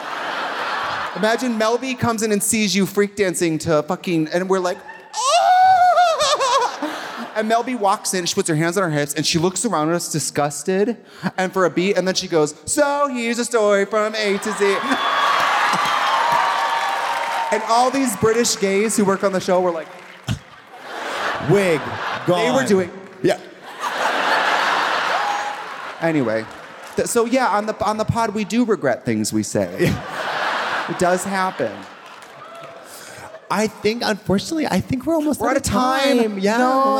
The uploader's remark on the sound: Live in Chicago from the Historic Auditorium Theatre